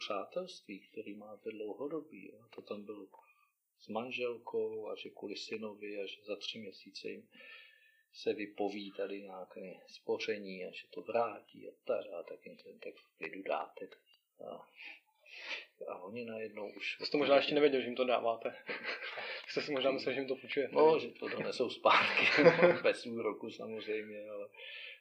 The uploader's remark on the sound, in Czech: A to i přes to, že kvalita zvuku celkem pokulhává.